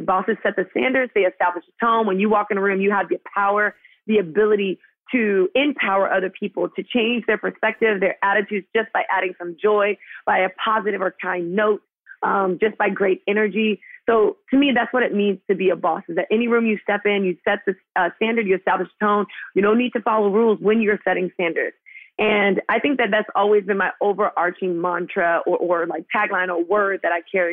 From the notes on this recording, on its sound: We wrap the show with a phone call from Peloton instructor and Brooklyn Nets in-arena host.